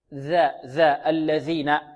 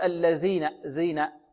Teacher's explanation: من طرف اللسان، من طرف اللسان مع ماذا؟ مع أطراف الثنايا العليا · Shown in: first take